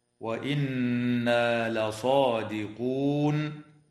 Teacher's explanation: نون مشددة في كلمة وإنا، حكمها الغنة.